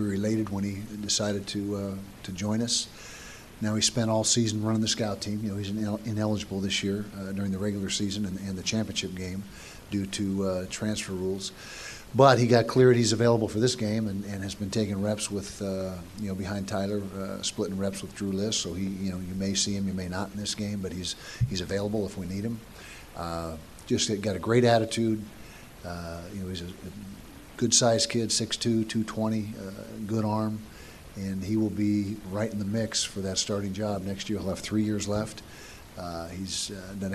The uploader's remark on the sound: press conference ahead of the Valero Alamo Bowl Tuesday night